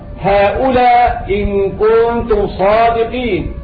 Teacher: أما في قراءة أبي عمرو البصري يسقط الهمزة الأولى